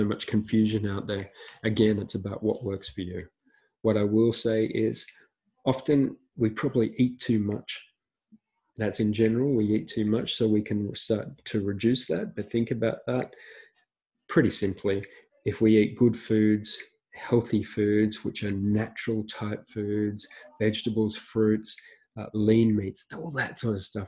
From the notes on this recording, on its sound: This is the audio from a recent webinar